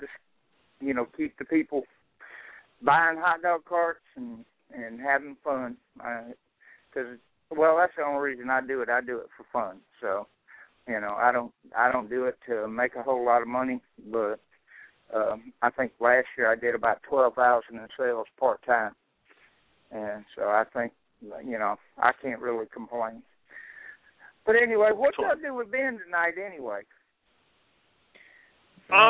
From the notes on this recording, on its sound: Live Vendor Call In radio show